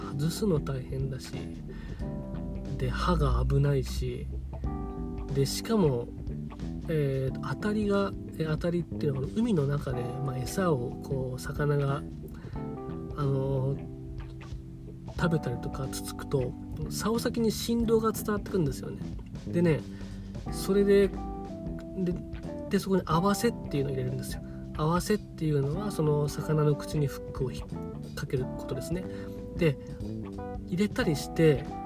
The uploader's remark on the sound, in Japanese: 車の中から配信中。スマホのマイクが逆になってて撮り直した回。